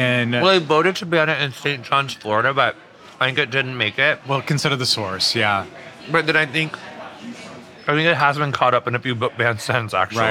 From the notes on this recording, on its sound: This episode of Dinner’s On Me was recorded at Bad Roman in NYC.